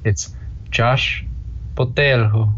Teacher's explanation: You just want to really just whisper that last syllable.